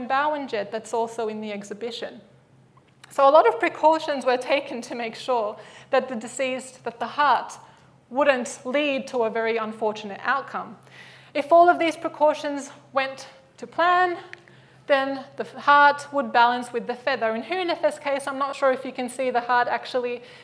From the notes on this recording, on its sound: Live at the AM.